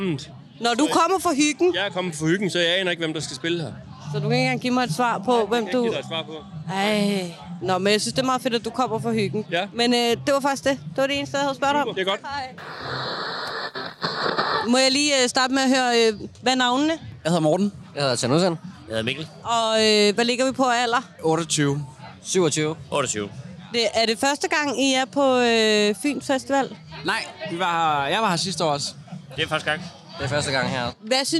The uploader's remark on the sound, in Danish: Tre generationer af gæster på Midtfyns Festival. Live på pladsen.